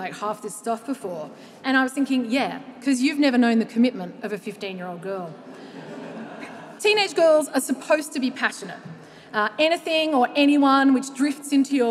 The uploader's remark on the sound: The Curiosity Lecture series returns to the Festival. This episode was recorded live at the 2023 Sydney Writers’ Festival.